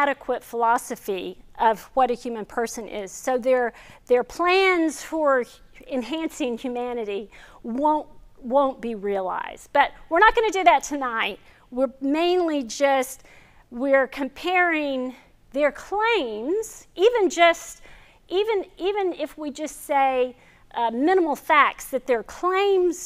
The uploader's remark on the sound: This video is from our 2021 Fall lecture series